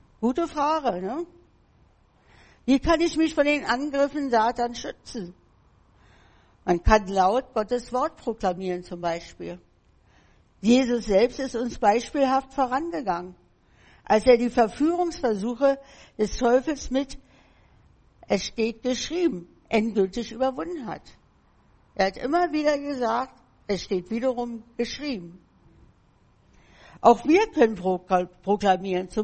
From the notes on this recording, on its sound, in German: im Gemeinde-Zentrum in Berlin aufgenommen.